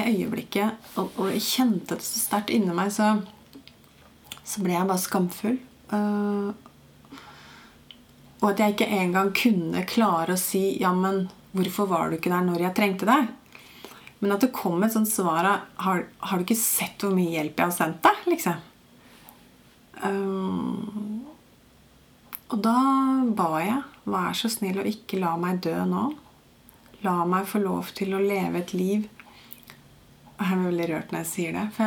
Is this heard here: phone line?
no